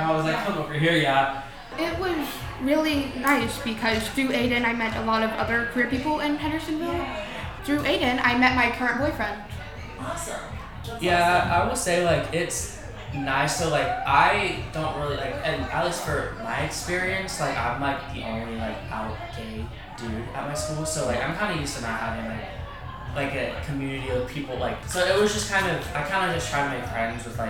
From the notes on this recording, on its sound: Live from Affirming Hendersonville. This episode was recorded on location at the Affirming Hendersonville event hosted by The Collab with support from Earth First Plant Co and Willow Tree Therapy.